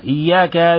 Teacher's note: إياك هذه الياء مشددة يجب أن تظهر التشديد من غير غنة